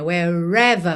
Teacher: Wherever, porque o R tá juntando com ever ali.